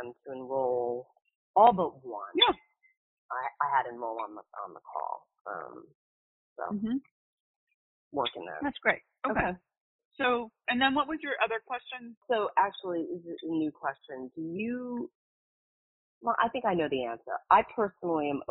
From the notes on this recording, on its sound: All of these coaching calls have been recorded with permission, and the sound quality may vary. Listen in to a recent call I had with a client of mine who was having trouble with this.